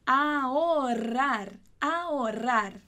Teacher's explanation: Sem o som do H, hein?